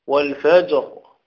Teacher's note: الفجر الجيم ساكنة لكن ننظر لما قبل الجيم وهو الفاء، الفاء مفتوحة فتأخذ الراء الساكنة حكم الفاء المفتوحة فنفخمها